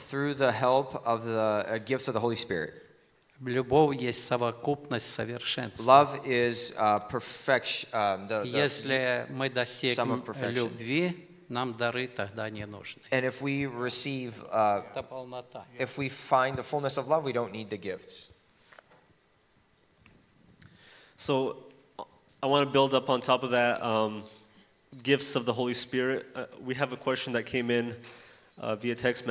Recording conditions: live audience